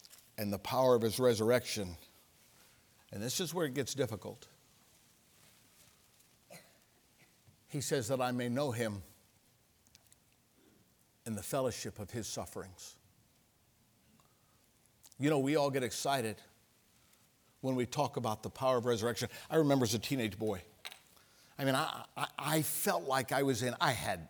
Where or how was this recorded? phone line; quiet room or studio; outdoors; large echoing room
large echoing room